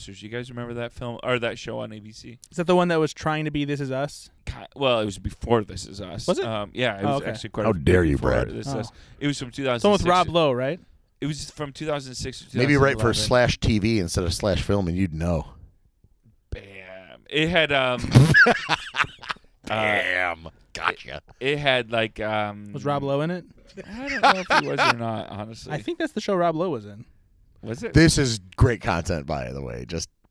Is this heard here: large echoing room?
no